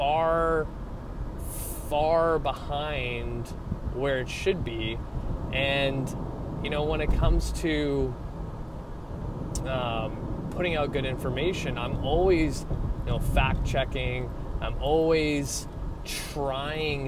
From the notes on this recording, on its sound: I jump back into my car vlog styled episode